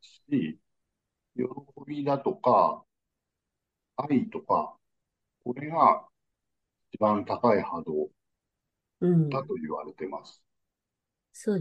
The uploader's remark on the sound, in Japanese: 僕のミスで、音声が聴き取りにくくなってしまったんです。